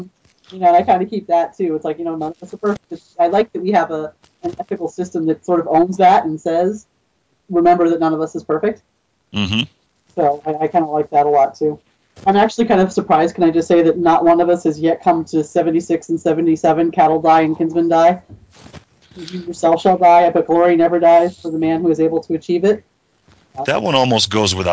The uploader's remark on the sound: Troth Skype Moot.